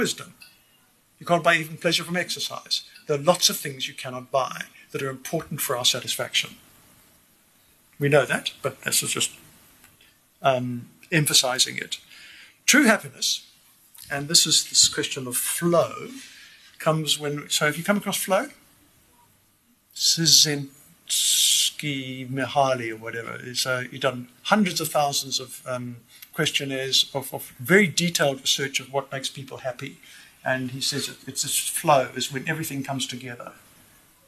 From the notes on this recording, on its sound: Held at JHB: Auditorium, Mutual Place, Sandton on 25 September 2019